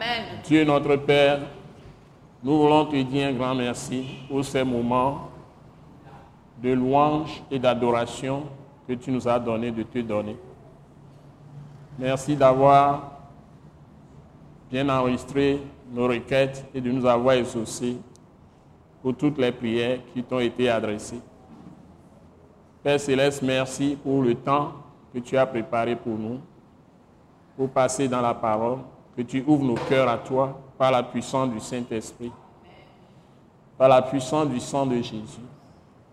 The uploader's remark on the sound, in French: Ce message, enregistré lors de la Soirée de Célébration et de Prière hebdomadaire de l’Église Christ Crucifié en Action (implantée par l’ATAC International), est prêché simultanément en Français et en Mina, une langue locale du Togo.